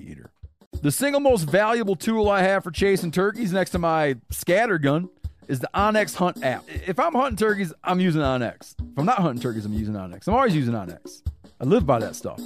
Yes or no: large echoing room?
no